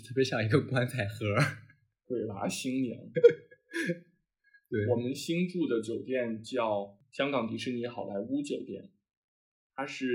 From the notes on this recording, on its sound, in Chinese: 新手主播第一次录节目，音质略有瑕疵，还请见谅。